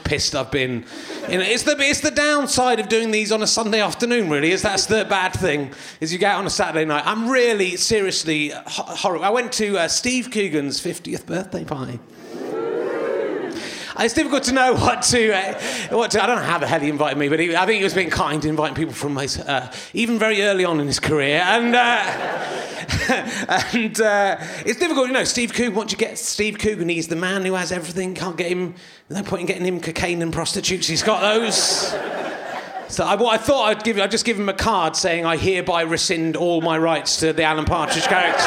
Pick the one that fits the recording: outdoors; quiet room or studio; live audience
live audience